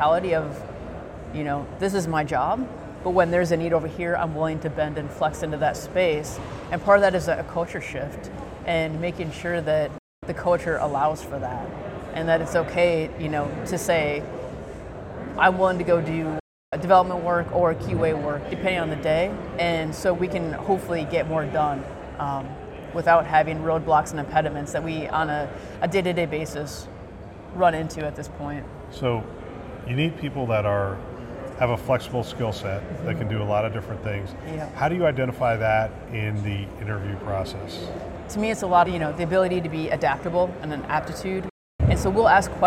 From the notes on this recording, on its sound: live from CHIME’s Fall Forum